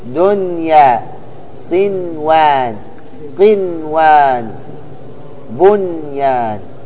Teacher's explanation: دنيا نون واضحة مظهرة بدون غنة، بدون غنة. دنيا، صنوان، قنوان، بنيان.